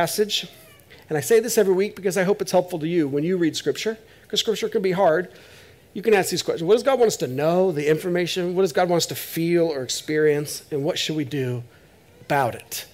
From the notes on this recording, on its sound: This is audio ripped from the Live Service video.